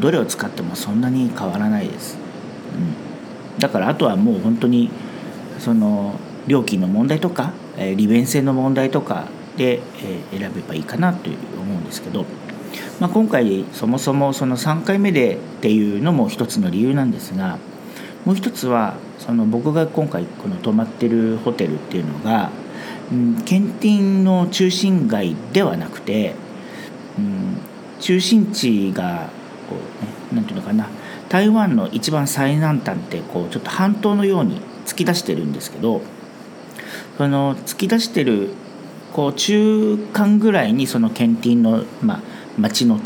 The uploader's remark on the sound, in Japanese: 台湾最南部のリゾート地 墾丁に休暇で訪れました。雑音のように聞こえる音は波の音なんです。